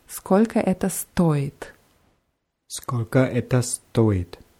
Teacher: bei stoit ist es wichtig, die Betonung ganz deutlich auf O zu machen, weil stait heißt was anderes.